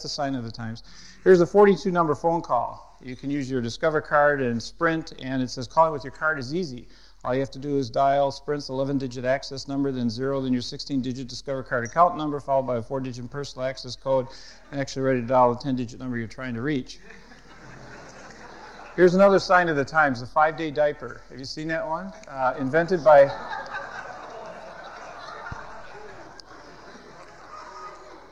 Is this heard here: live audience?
yes